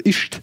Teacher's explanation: die sprechen das S, wenn danach ein harter Umlaut kommt, wie T oder so, also ischt, dann wird es zum SCH